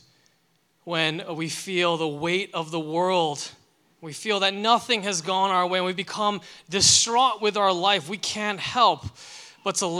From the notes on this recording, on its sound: delivered this sermon for Liberti River Wards' May 14, 2023, Sunday worship service